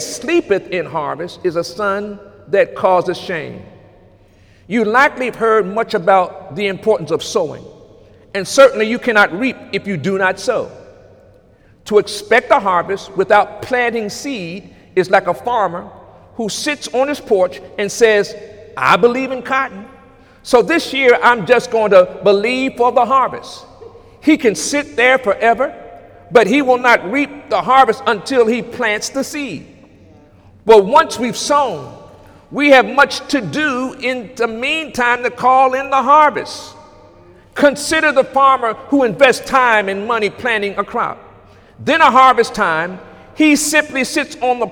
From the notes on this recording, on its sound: During Sunday morning service on August 26, 2018